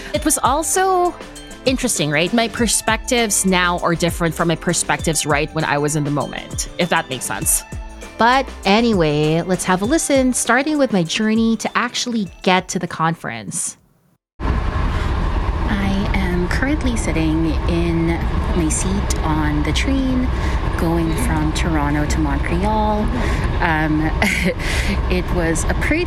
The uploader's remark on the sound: audio diaries taken at this incredibly large academic conference